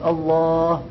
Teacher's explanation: So they extend the word Allah, and there is no extension, supposedly, the word Allah, except for, if you know the rules of Tajweed, only two harakat, which means like twice the normal vowel in length